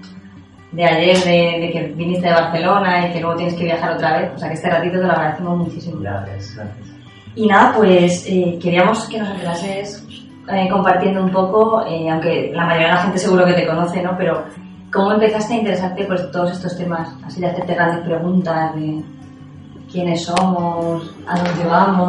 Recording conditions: poor sound quality